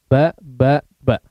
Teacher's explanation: Ketika disukunkan pun ya, saking rapatnya dia akan memantul ya. Cara mensukunkannya adalah dipantulkan atau dengan disertai sifat qalqalah.